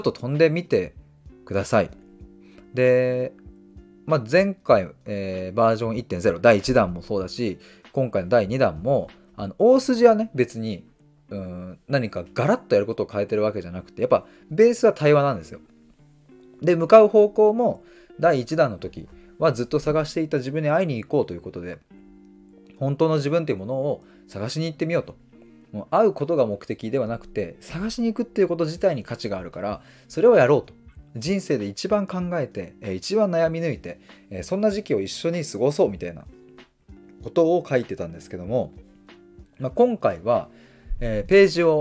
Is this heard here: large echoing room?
no